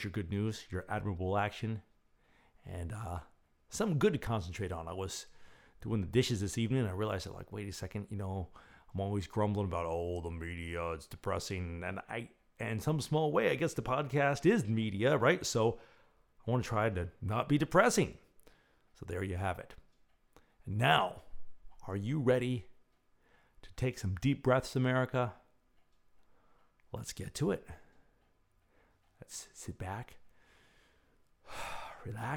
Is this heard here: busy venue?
no